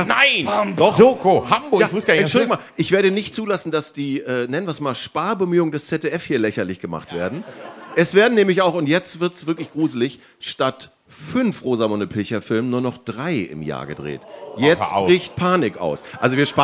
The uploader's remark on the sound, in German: vor Publikum